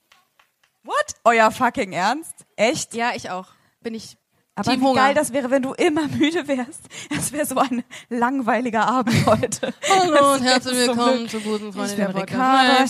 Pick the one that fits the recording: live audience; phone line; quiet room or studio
live audience